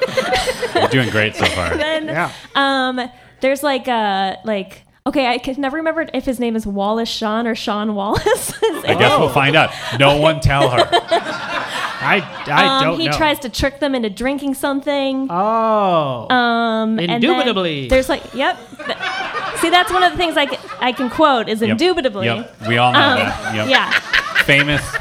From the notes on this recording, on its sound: Live from Trylon Cinema in Minneapolis in front of a live audience!